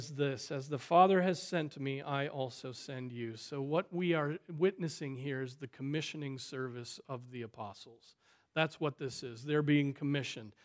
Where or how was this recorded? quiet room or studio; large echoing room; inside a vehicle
large echoing room